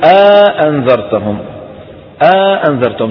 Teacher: بعض القبائل ببعدوا الهمزتين عن بعض، ببعدوهم عن بعض. شلون ببعدوهم عن بعض؟ بيحطوا بينهم ألف، بدل ما يقولوا أأنذرتهم بيقولوا أأنذرتهم، أأنذرتهم. · Term: مد الحجز